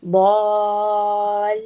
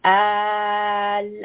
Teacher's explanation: So now you hear the med is merging in with the lam. · Shown in: first take · Because it is merging, it is going to be mutaqqal.